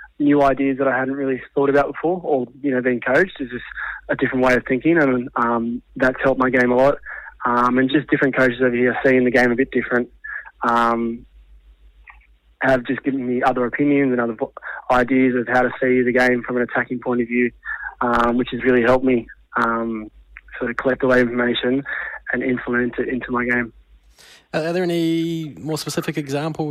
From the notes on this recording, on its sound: jumps on the phone from across the ditch